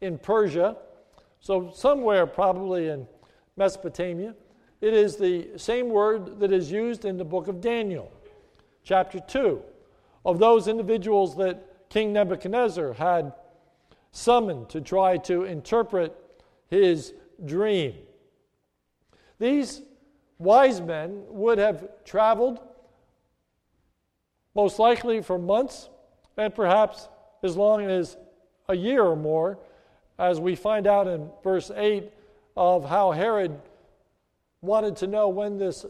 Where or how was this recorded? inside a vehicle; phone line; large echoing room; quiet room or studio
large echoing room